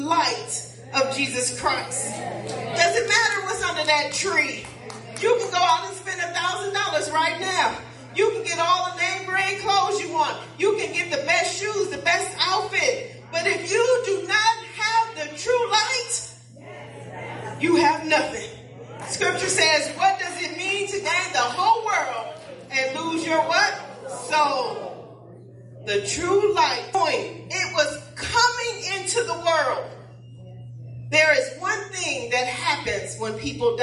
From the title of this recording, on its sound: Praise and Worship Service